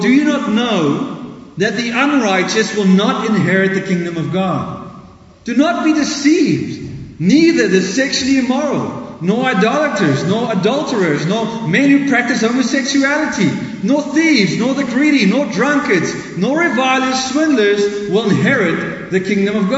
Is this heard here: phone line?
no